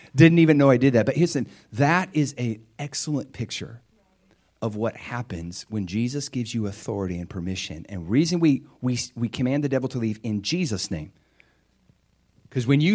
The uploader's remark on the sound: This is a practical message I preached at my church